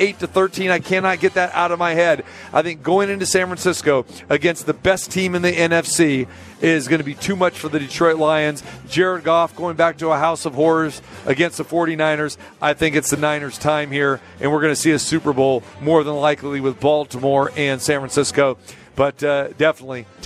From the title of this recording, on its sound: Live from the Super Book at Westgate Las Vegas